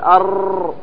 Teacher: والثانية والثالثة قال التكرار، صفة التكرار أي أن هذه الصفة موجودة في الراء، موجودة في الراء في أصل الراء، لكن يؤتى بها أو تذكر للتحرز منها واجتنابها. ما تأتي أنت وتكرر الراء وتقول أرر عندما يكون مشددا، خطأ